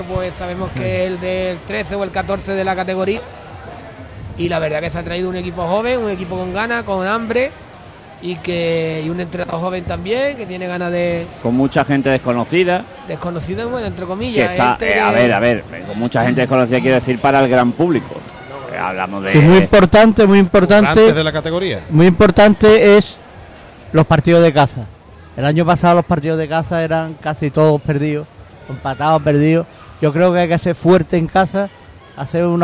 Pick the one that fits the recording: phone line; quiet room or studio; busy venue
busy venue